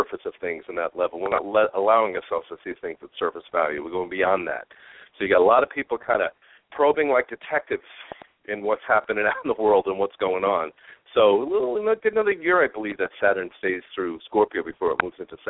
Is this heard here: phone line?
yes